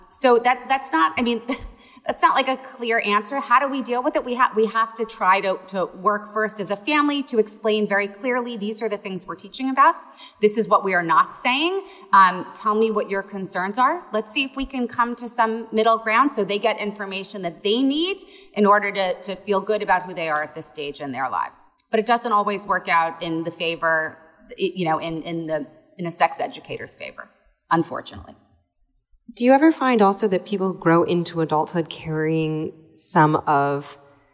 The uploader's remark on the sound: Live talks from the Sensing Woman 2022: A multisensory event that took place at C24 Gallery in Chelsea, New York City. Live talks from the Sensing Woman 2022: A multisensory event that took place at C24 Gallery in Chelsea, New York City.